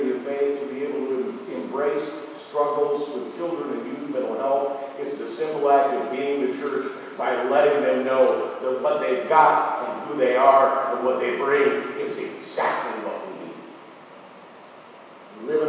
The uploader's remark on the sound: Apologies for poor audio qualify this week!